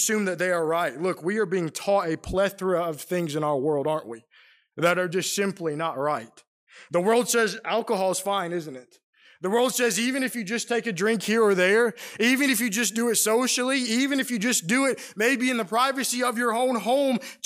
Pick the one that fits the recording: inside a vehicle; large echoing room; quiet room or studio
large echoing room